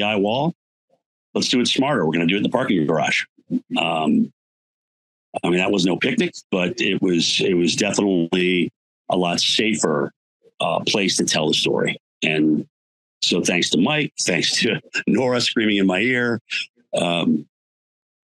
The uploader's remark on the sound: Yet we still knew: It's live for 12-hours. Three huge names in our weather industry were, for all intents and purposes, suddenly on a Zoom call hosted by my computer. (Even when you didn't see CWG hosts on-screen, the entire telethon was streaming through our HQ.)